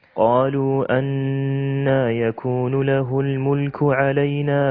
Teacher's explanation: ألاحظ أنك طبعا تقصر المد المنفصل وكأنك تقرأ برواية ورش من طريق الأصبهاني